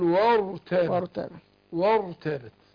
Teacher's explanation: الراء هنا مفخمه، قول وارتابت